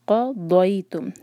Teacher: ضاد کو دال کی آواز نہیں دینی ہے، زبان کا سائڈ یوز کریں گے